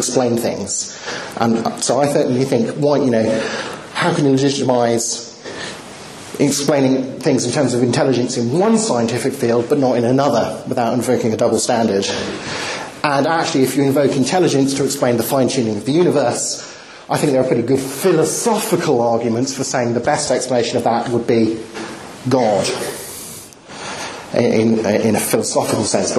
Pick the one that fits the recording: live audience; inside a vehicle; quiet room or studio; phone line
live audience